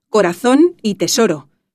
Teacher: tampoco en Canarias se pronuncia el sonido interdental · Term: seseo